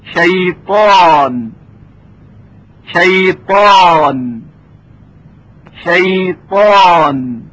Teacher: این صدای حرف تا که میبینیم تفخیم میشه، یعنی درشت ادا میشه